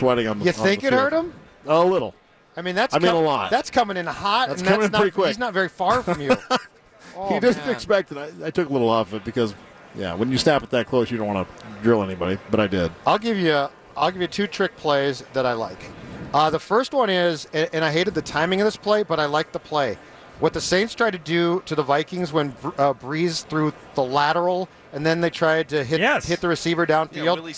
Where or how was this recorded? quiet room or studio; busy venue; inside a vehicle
busy venue